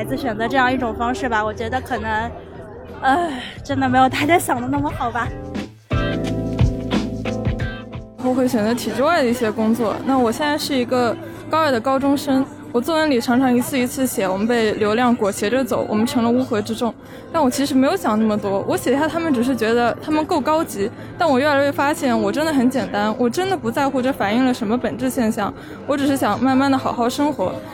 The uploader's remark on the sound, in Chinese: 到上海参加了一个喜马拉雅的播客线下市集活动，所以抓紧机会展开了我们节目第一次街头采访。可能因为录制的时候路人不用加微信，也不需要报姓名。